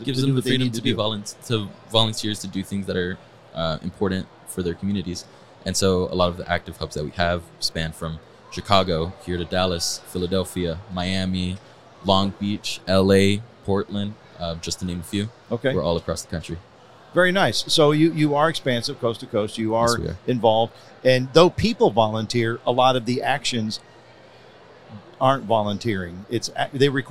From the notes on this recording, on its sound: at the 2023 Earth Day EARTHx event in Dallas, Texas